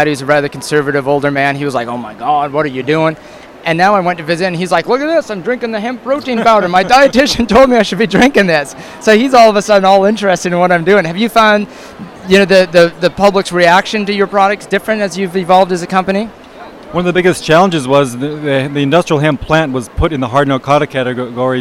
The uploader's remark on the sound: At the Wellness Show at Vancouver&#8217;s Canada Place on February 4th. At the Wellness Show at Vancouver’s Canada Place on February 4th.